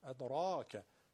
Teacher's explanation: را وقتی به الف میرسه کشیده میشه، تفخیم داره، را، و ما ادراک، دالش هم که قلقله داره.